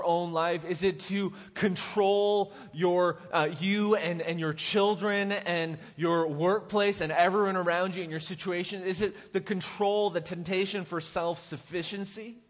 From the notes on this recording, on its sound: Recorded live at The Fellowship at Two Rivers